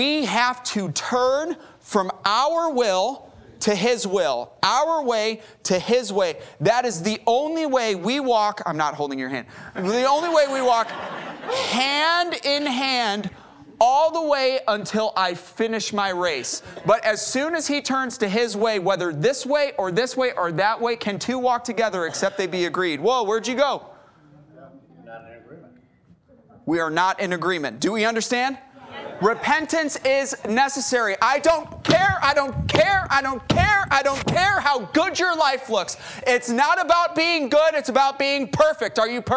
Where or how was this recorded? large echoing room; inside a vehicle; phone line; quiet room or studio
large echoing room